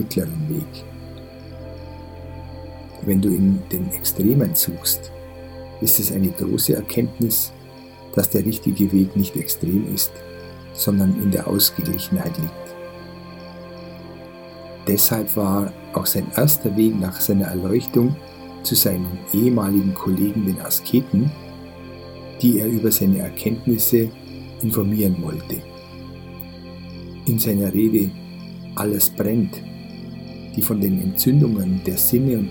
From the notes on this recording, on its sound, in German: In dieser Folge hörst du eine Aufnahme, die ich im Regenwald gemacht habe. Die hochwertige Audio-Aufnahmen, die ich in Indien gemacht habe umfasst das volle hörbare Klangspektrum.